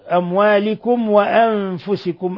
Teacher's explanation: ميم ساكنة جاء بعدها الواو إظهار شفوي